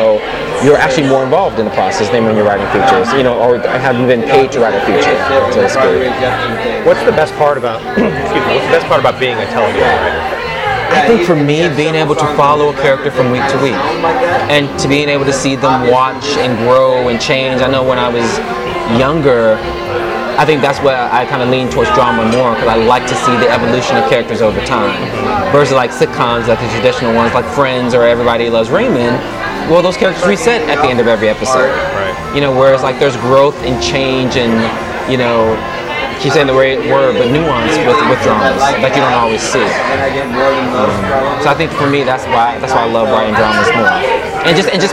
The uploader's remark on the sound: This episode was recorded live at The Velvet Lounge.